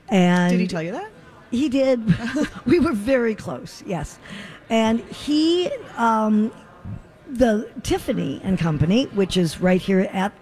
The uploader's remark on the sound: Live form the Galleria for Santa Stop #1!